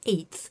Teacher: if you were to pronounce the word eighth, the T would appear to be a lot further forward in your mouth. That's because your mouth is getting ready to pronounce the next sound, which is an interdental Th.